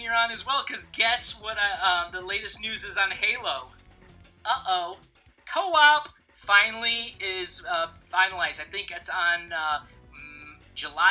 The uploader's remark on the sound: The audio was having problems this episode so it is a slightly worse quality this week.